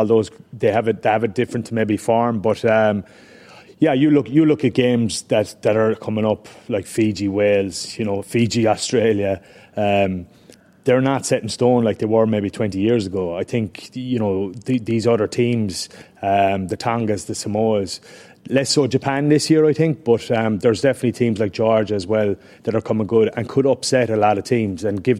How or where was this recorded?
busy venue